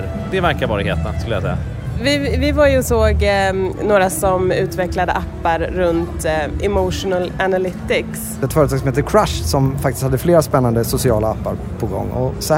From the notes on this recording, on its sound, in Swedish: I kanske det mest stökiga avsnittet hittills i poddserien. Vi spelar in avsnittet på Hiltons balkong, och Austin visar prov på att vara live music capital of the world.